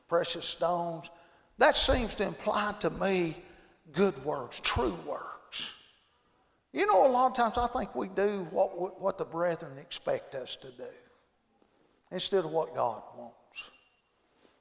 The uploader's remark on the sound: Friday Evening service at Calvary Baptist